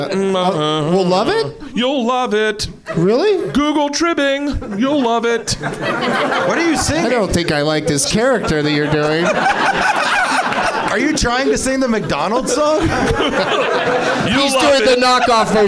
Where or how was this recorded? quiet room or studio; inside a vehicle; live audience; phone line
live audience